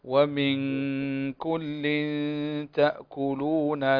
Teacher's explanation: النون هنا خالية من الحركة فتدغم في الحرف الذي بعدها